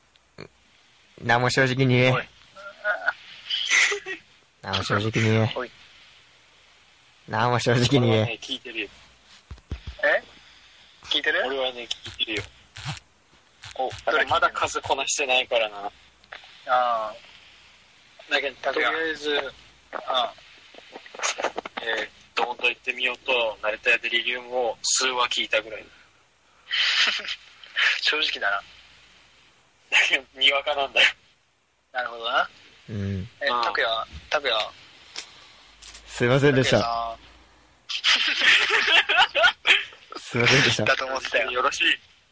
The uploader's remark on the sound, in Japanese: LINEのグループ通話を使ってパワープレイ収録を行いました。音質と内容の低質化が今後の課題になりました